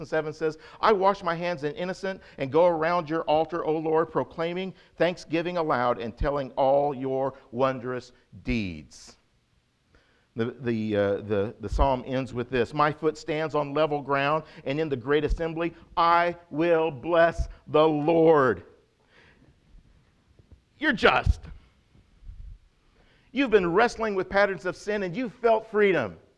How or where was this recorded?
large echoing room